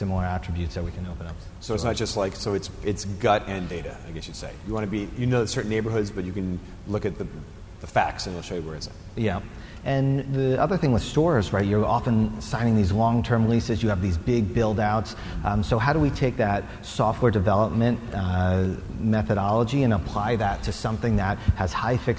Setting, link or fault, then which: setting, busy venue